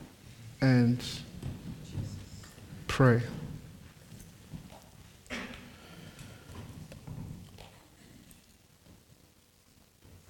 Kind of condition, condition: setting, large echoing room